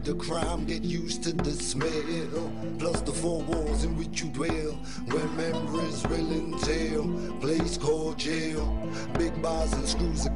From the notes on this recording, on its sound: He joined us for a phone interview